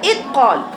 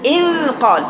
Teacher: شوفي الأخطاء كم خطأ في الزال يا بنات، عملت إدغام في الزال والقاف، قالت إدقال. هي حولت الزال إلى تاء · Shown in: first take · إدقال. هي المفروض إذقال.